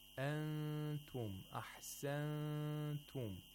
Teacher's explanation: And while the tongue is in that position, you make a nasal sound for two vowel counts · Term: ikhfa